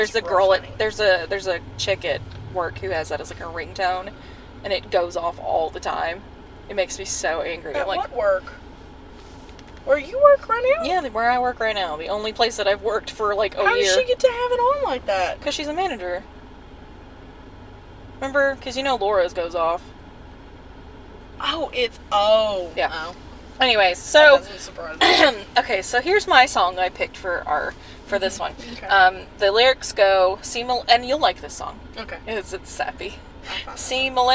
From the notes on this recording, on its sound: take the show on the road and give you a audio tour of some of our favorite places